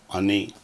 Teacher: The A did not change pronunciation. It did shorten a little.